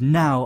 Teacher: It is a falling tone. It goes from very high to very low very quickly. · Term: fourth tone